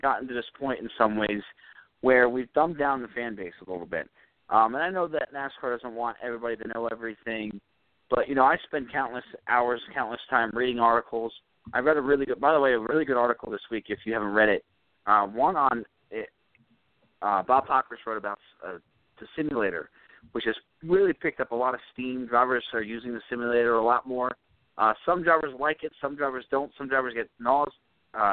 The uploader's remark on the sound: we'll take some phone calls!